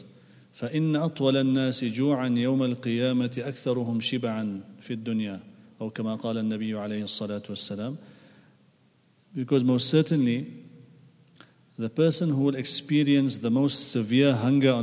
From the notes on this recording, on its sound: at the Houghton Masjid (West Street)